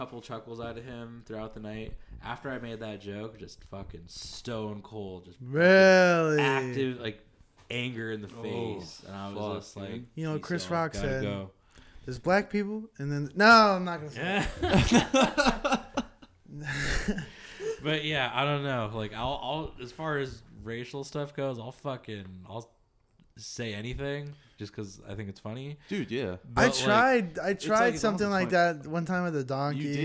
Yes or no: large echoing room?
no